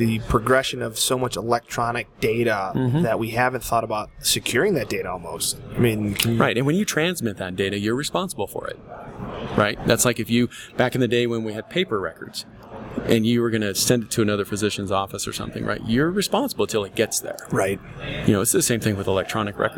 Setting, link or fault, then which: setting, busy venue